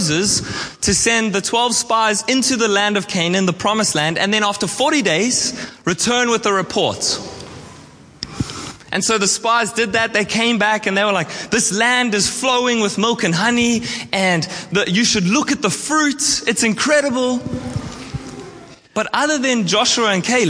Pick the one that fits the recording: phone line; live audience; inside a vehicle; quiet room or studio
live audience